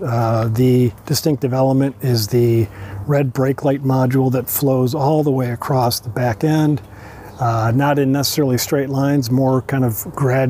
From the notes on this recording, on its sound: taking you along on a live drive review